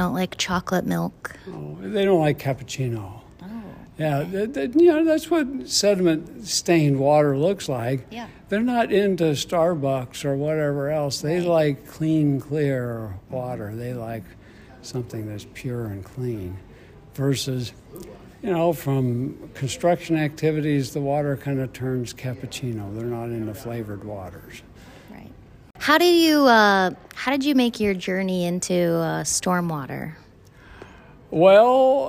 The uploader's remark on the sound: We catch up with incredible professionals at the annual Indiana Association of Floodplain and Stormwater Management (INAFSM) conference. In these quick and candid interviews.